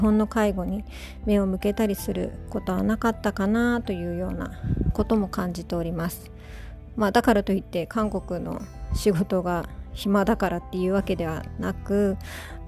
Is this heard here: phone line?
no